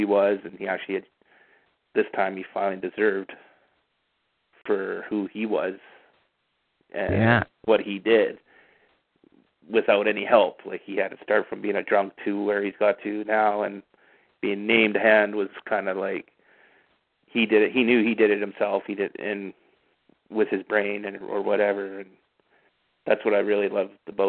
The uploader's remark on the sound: Fan Call In Show